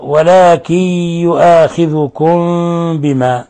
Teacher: ميم ساكنة جاء بعد حرف الباء، الحكم التجويدي إخفاء شفوي لوقوع الباء بعد الميم الساكنة